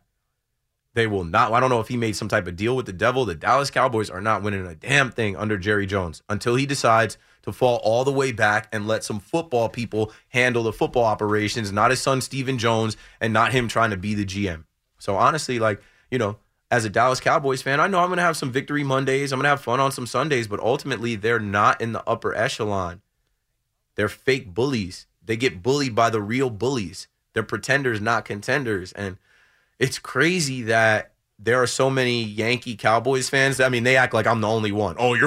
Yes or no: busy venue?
no